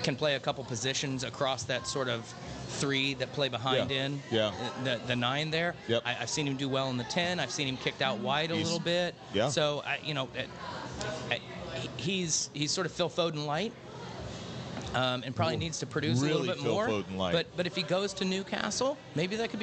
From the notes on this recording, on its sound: celebrating live from Chatham Tap Fishers